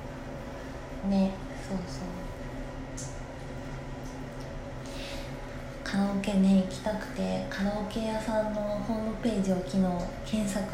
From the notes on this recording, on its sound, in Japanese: お風呂から収録したので換気扇の音がうるさかったらごめんなさい